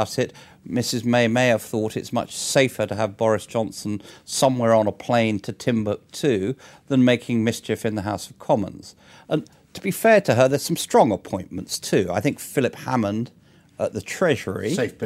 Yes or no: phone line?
no